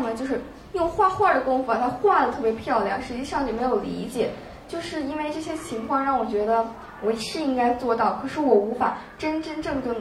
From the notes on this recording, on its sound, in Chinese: 是她在抓马中心的东广场的一次分享录音。